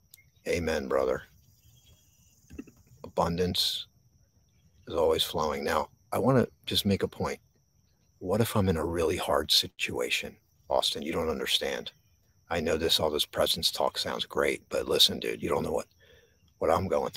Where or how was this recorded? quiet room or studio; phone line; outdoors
outdoors